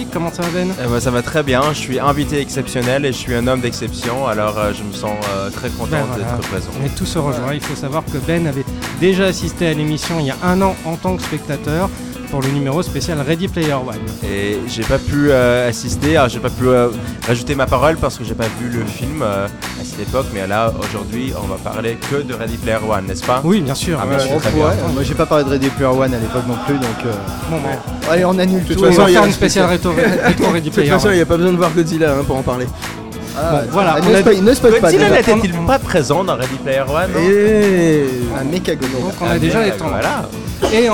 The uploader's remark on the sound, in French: Enregistré au Hurling pub (8 Rue Descartes, 75005 Paris), le vendredi 31 mai 2019.